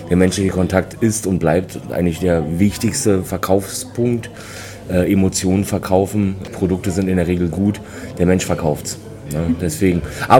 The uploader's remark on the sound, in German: Hören Sie unseren Live-Bericht von der Start up Stage 2023. NordBau 2023. Hören Sie unseren Live-Bericht von der Start up Stage 2023.